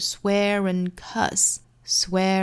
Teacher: Swear and 两个词做连读，有一个小 r 的音连接。